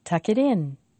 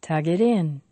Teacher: We say tug longer because it ends with a voiced sound. · Shown in: second take